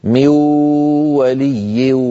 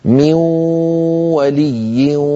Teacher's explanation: لابد من صوتين واو من الفم غنة من الخيشوم معا، يبدأان معا وينتهيان معا · Shown in: second take